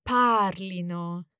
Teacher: Yes, and we need to watch the accent there, because we don't want to emphasize the ending, ino. Probably the temptation is to say it wrongly, parlino, but it's actually the emphasis on the stem, parlino.